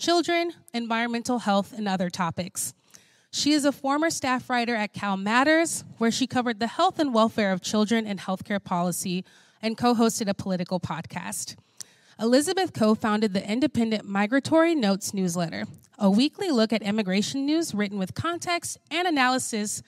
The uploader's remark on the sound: Live from The Cheech Marin Center for Chicano Art & Culture at the Riverside Art Museum